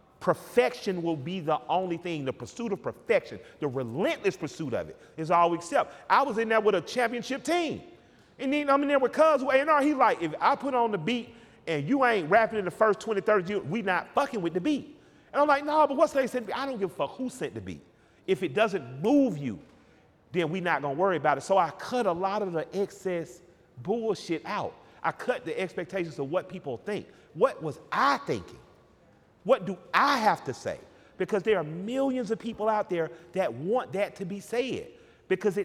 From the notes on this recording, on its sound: Sat down together in Atlanta in front of a live audience. The room was packed with fans sipping on Tres Generaciones Tequila.